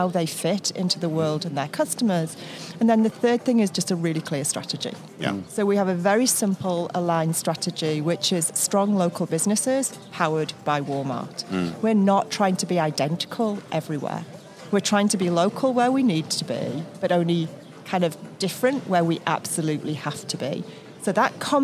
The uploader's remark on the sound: Recorded at the Wizeline remote podcast studio/beach cabana at Mandalay Bay during Shoptalk.